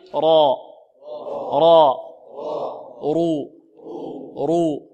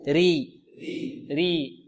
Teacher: قلنا الراء المفتوحة والمضمومة مفخمة، والراء المكسورة ترقق.